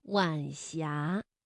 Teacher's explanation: 集，成书于清代嘉庆十三年。那下面这几句话呢，都是出自于《浮生六记》。那请问大家，里面的一的声调一样吗？但见木樨乡里，一路霜林，月下长空。这是出自《浮生六记》的《浪游记快》。一轮明月已上林梢，渐觉风声袖底。这句话出自《浮生六记》的《闺房记乐》。正确的声调应该是第一句的“一路霜林”，我们的“一”读二声，一路；第二句“一轮明月”，这里的“一”读四声，一轮。下面两句中两个赏声字“左”和“晚”，读出来为什么声调不一样呢？解衣小酌，常露府甚妙，所以仙灵雪藕，微酣出洞，炊烟四起，晚霞。那么第一个左和乙这个赏声字相连，所以读二四调，左乙。晚霞是晚和阳平字相连，声调呢读二一调，晚霞